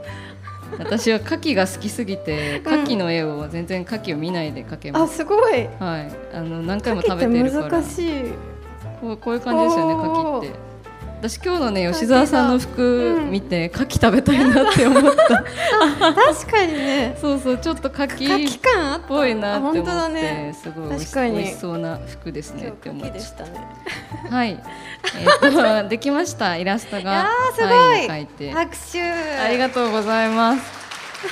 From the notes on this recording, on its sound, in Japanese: 浦和パルコで行った。番組初の公開収録の様子をお届けしました。